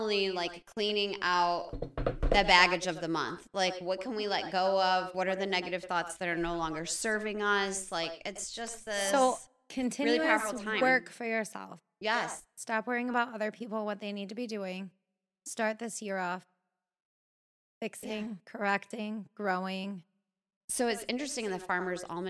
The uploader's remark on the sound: You’ll have to forgive us for the weird echo.